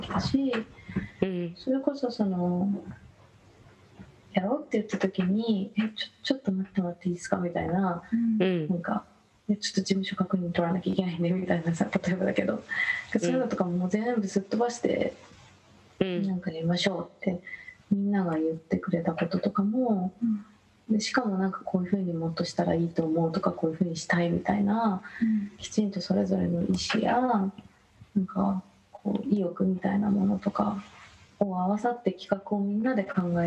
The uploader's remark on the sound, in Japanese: 本収録は ビデオ通話にて。一部聞き取りづらい箇所があります。